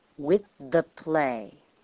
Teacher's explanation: I go right from the unvoiced TH in with to the voiced TH in the.